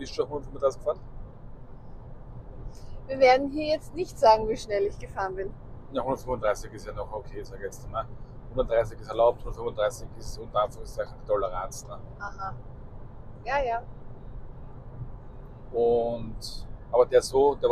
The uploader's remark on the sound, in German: Private Talk im Auto. Mittels Ansteckmikrofonen aufgenommen. Verzeiht uns eventuelle Tonprobleme, falls ihr uns manchmal nicht gut versteht.